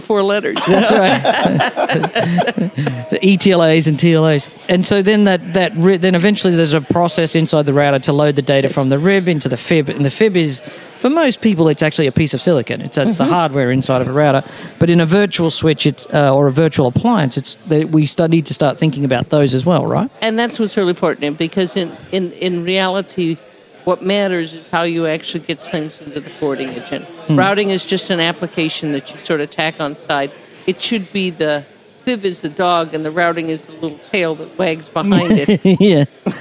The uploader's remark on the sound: This Priority Queue episode was recorded live at IETF 96.